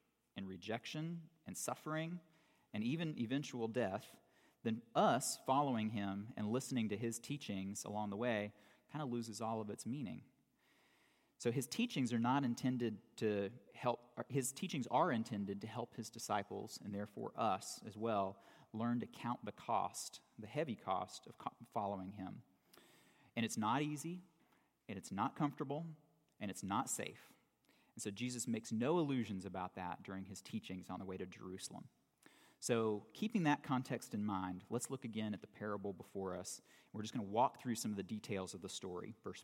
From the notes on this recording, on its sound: For the last Sunday of 2018 at Redeemer Presbyterian Church in Charleston, SC